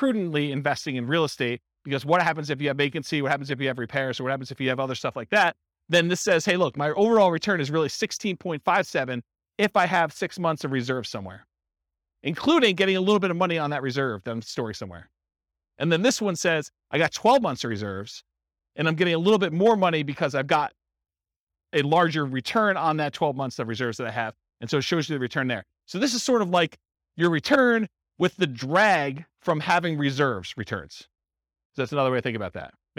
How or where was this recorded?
live audience